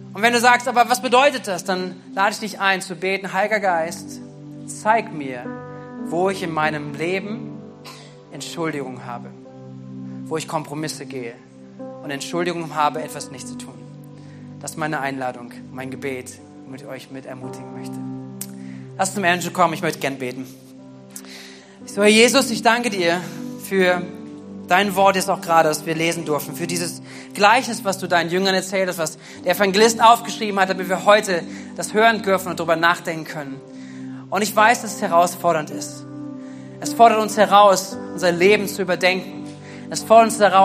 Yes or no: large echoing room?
yes